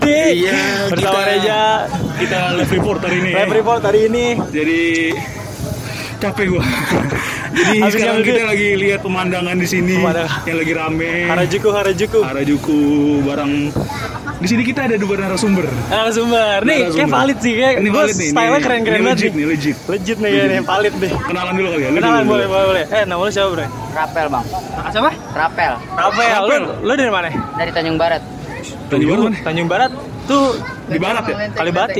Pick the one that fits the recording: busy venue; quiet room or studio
busy venue